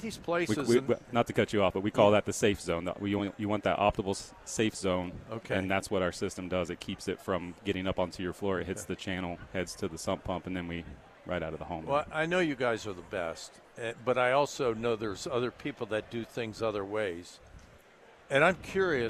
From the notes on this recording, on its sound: live from the Home and Garden Show